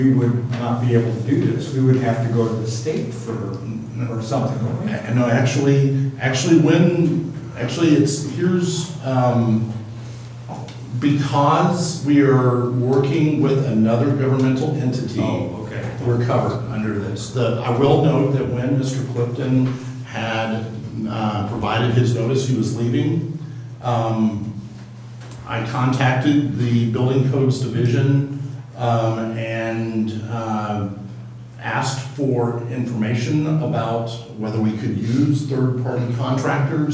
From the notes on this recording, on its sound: Live recording of Astoria City Council meeting May 20, 2019.